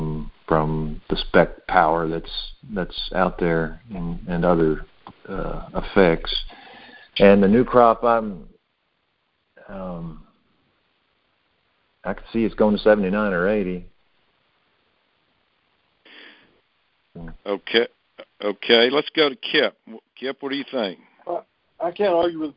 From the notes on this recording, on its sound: Monthly Conference Call On Cotton.